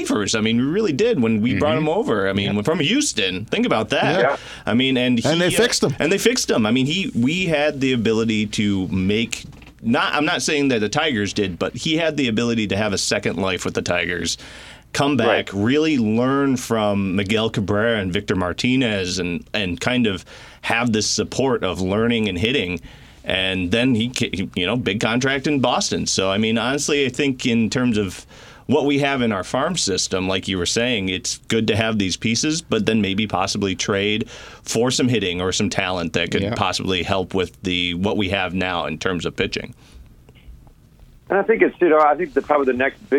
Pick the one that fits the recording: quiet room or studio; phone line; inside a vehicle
phone line